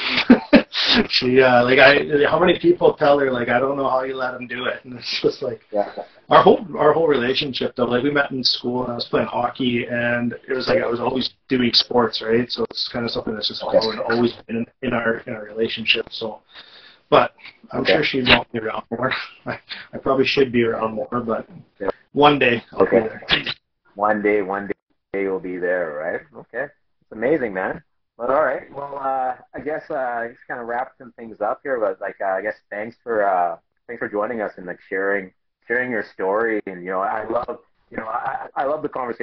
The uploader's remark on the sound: Apologies for the not so stellar audio.